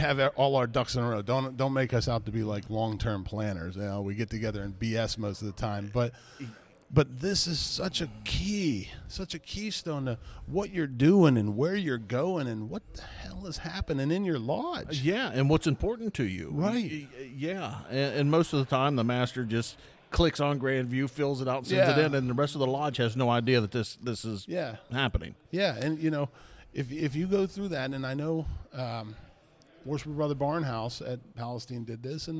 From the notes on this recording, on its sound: Live at the Conference! Records live during the Midwest Conference on Masonic Education!